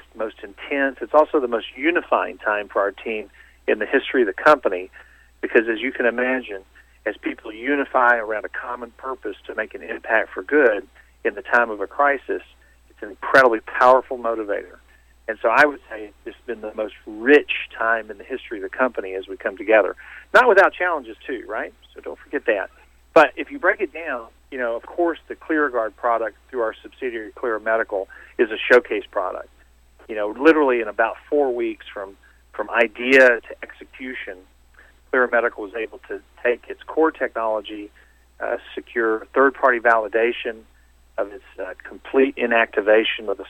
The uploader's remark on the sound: called in to SmallCapVoice